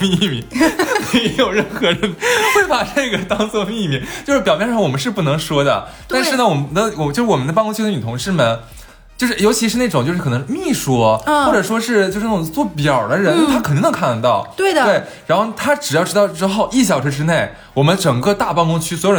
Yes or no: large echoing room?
no